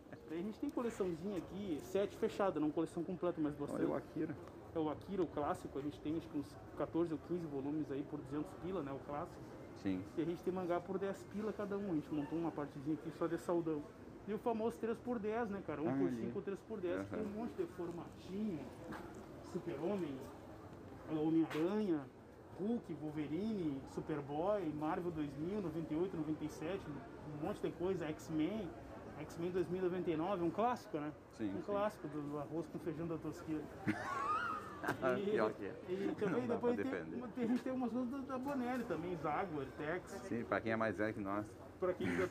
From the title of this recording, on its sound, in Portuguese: direto da feira do livro de santa maria 2021